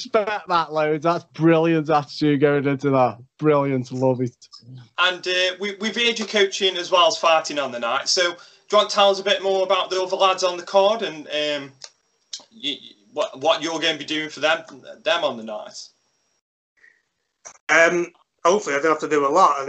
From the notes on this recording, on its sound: Major issues with the recording/streaming but we got there in the end.